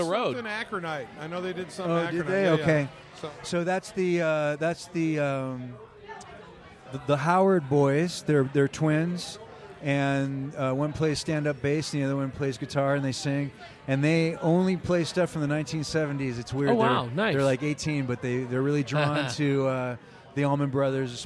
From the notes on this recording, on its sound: Recorded at The Raven Café in Prescott, AZ. Recorded at The Raven Café in Prescott, AZ.